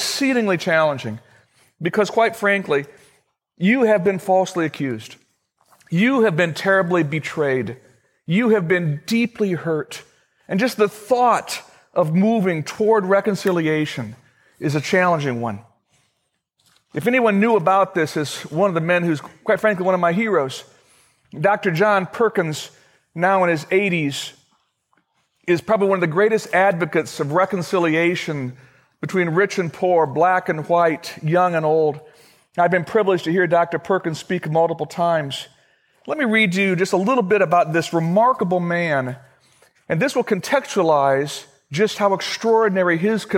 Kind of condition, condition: setting, large echoing room